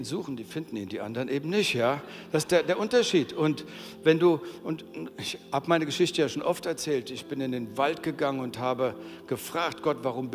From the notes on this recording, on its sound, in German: aus unserem Gottesdienst